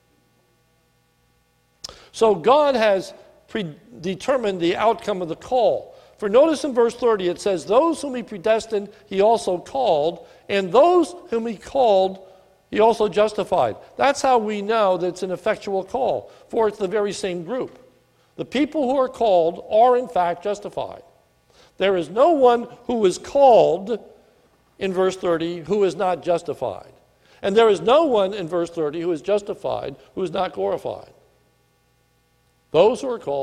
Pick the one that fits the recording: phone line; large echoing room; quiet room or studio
large echoing room